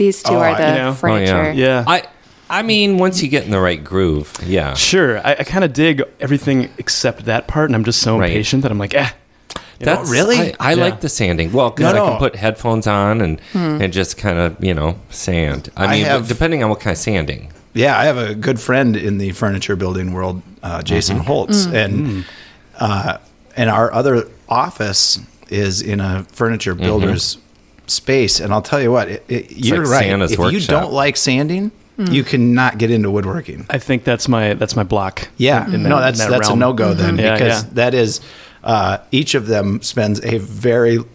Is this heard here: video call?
no